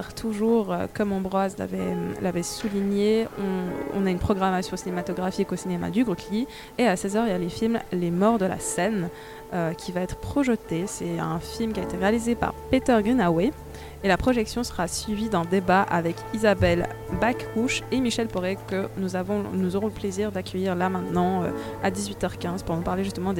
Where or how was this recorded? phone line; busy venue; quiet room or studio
busy venue